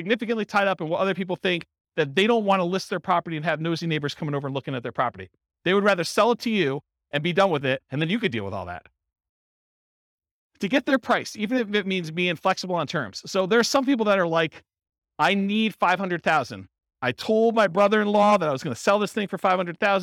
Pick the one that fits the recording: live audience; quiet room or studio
live audience